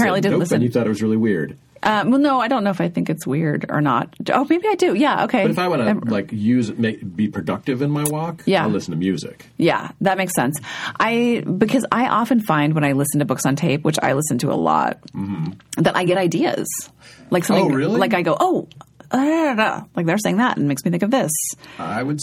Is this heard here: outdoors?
no